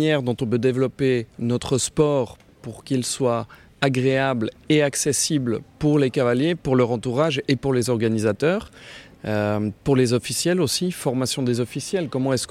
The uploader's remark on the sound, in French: Nous sommes en direct du CHI de Genève dont nous sommes, pour la deuxième année consécutive, média partenaire ! Nous enregistrerons chaque jour deux épisodes et les diffuserons dans la journée.